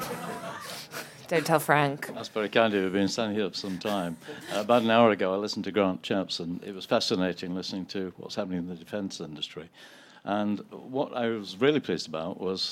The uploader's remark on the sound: a fringe panel from the Conservative Party Conference